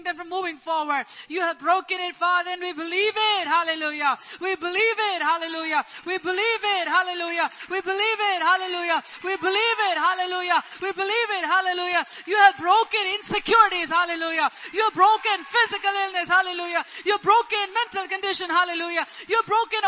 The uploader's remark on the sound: Church Sunday LIVE Stream Audio